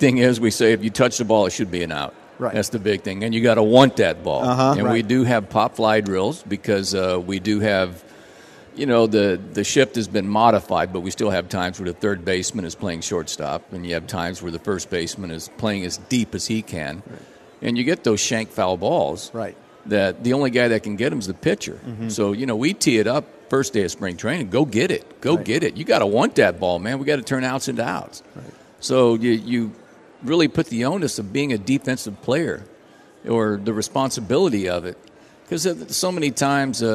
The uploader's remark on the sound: live from the Texas Rangers Toy Drive